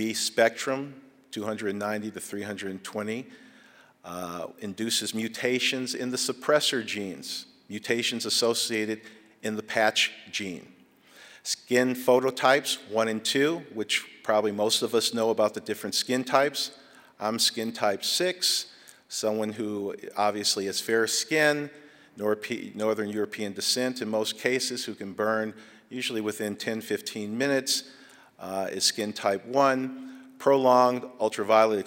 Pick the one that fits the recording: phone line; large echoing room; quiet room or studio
large echoing room